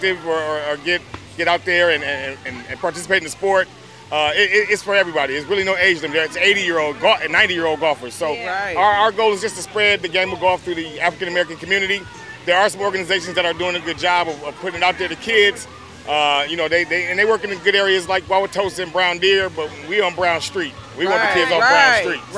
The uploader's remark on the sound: Black Arts Fest MKE 2022. Exposed The Podcast traveled the Summerfest Grounds collecting live audio footage from several vital participants.